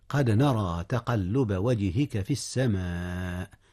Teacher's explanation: قد نرى تقلب وجهك في السماء، في السماء مد متصل يا أستاذنا، حيث وقعت الهمزة والألف في كلمة واحدة في السماء، فالمد متصل